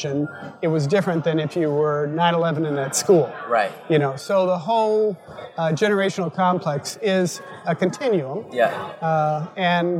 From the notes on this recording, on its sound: LIVE from NIO Summit. Recorded live at the 2018 Nonprofit Innovation and Optimization Summit.